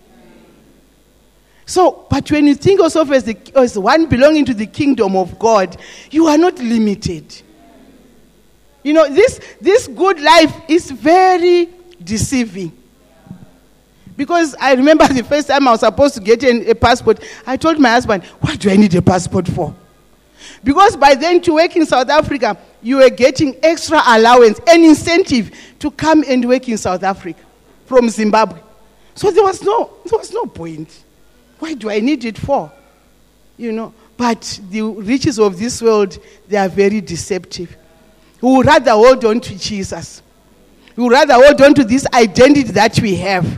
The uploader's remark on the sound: This message was preached in the morning at GTCFC City Campus